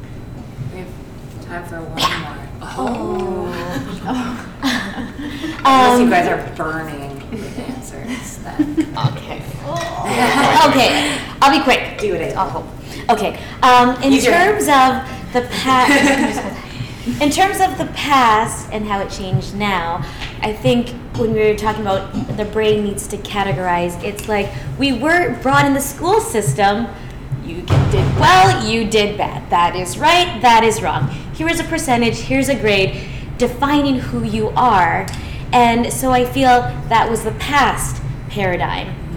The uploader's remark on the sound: Breakfast Club Live Recording!